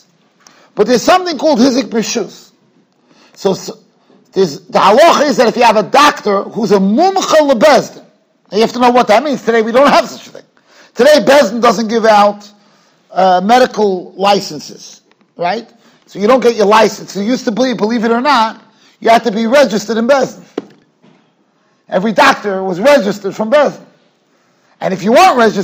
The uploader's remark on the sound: Shiur recorded in Yeshivas Ohr Reuven, Monsey, NY.